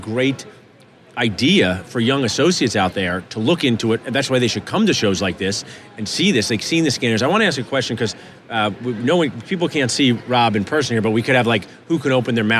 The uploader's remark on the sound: live from the Darby booth at the GNYDM 2019